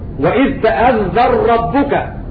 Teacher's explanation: أضغمنا النون في الراء لأنها وقعت بعد متحرك